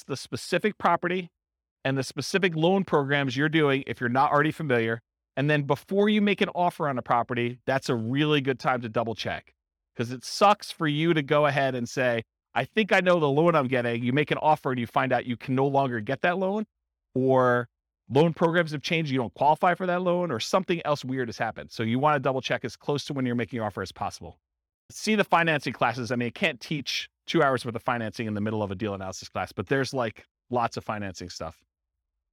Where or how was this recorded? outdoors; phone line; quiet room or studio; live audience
live audience